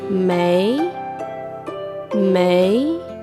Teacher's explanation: el primer carácter, Mei, con tono ascendente.